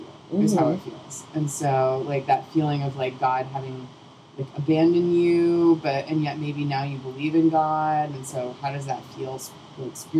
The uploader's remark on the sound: apologies for the sound quality!